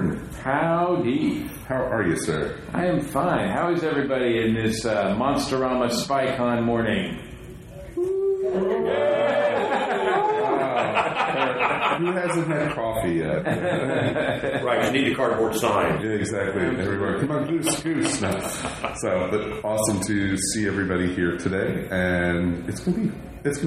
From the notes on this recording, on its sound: Recorded live at Monsterama!